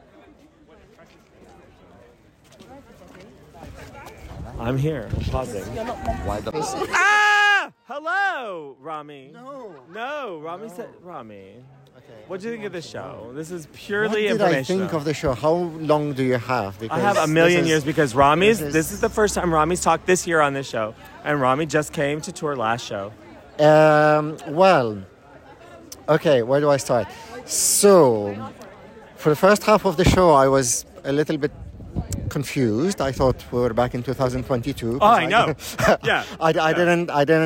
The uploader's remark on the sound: AMSTERDAM 1 POSTSHOW. Bringing you lovely tour people from far and wide outside the Royal Carre.